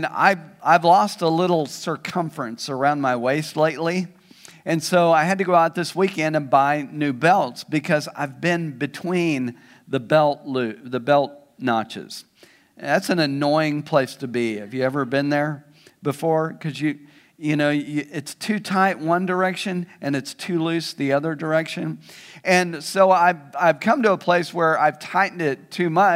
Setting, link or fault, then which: setting, large echoing room